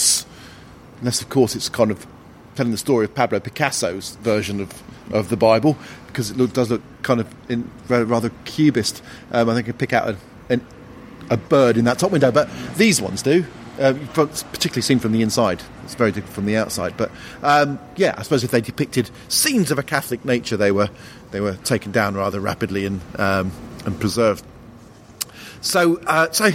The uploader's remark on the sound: If you like the sound of the pubs in this episode